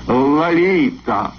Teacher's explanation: Первый слог имени звучит скорее как «а», чем «о», а остальное похоже на испанский.